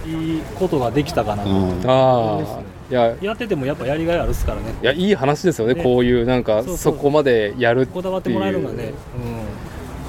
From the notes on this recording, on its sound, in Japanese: 屋外収録。